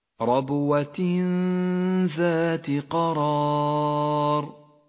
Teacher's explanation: يخفى التنوين بالذال مع بقاء غنة للتنوين من غير تشديد · Term: الإخفاء